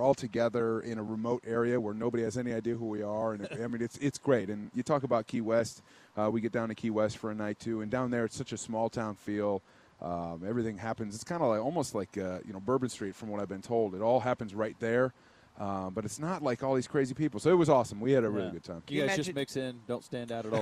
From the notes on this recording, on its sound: live from his own charity event at Top Golf